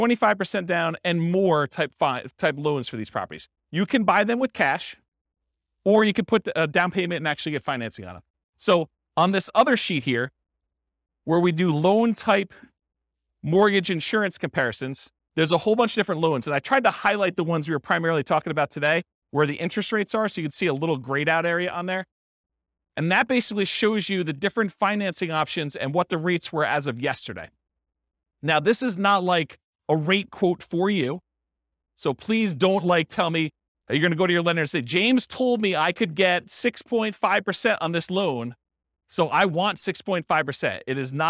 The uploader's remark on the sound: This was a live class recorded.